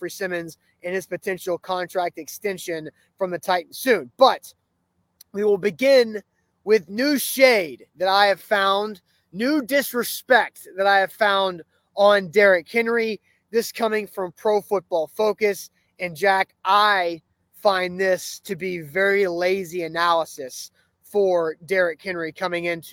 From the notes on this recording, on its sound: LIVE outside the Saint Thomas Sports Park before Titans OTAs.